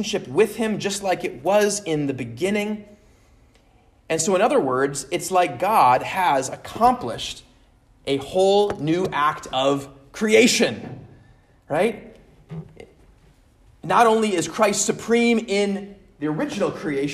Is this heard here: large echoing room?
yes